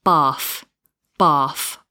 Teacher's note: in some regions, they'll also change the TH to an F